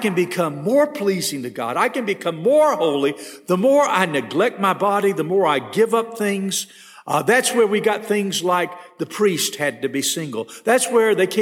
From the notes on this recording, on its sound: This session was recorded at First Baptist Church Hendersonville, NC on January 12, 2022.